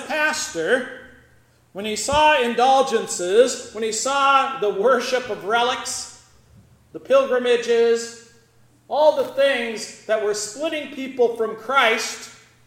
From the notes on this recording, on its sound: The Concordia North and Concordia South Circuits worked together for a Reformation Service at Grace Lutheran Church, Lexington.